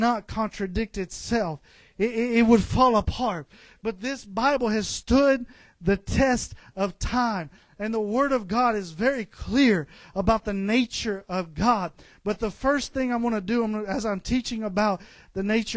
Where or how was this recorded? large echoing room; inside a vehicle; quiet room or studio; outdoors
large echoing room